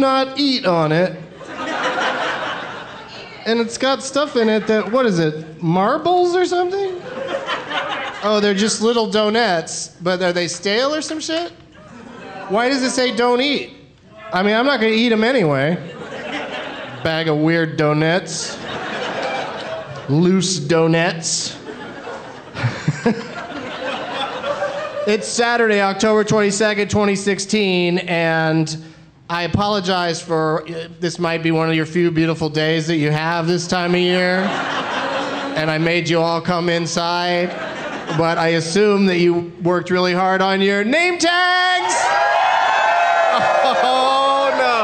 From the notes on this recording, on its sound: Live from the Tacoma Comedy Club in Tacoma